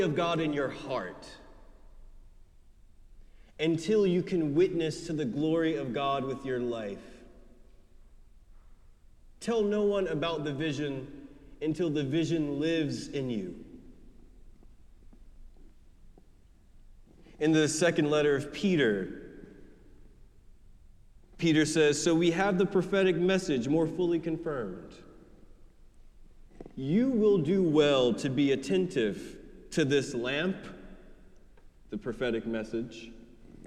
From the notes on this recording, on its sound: preached at our celebration of the Holy Eucharist